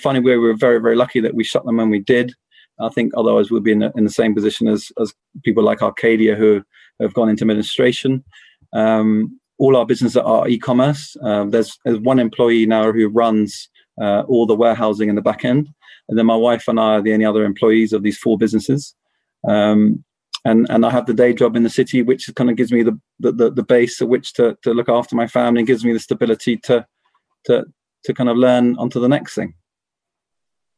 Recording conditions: video call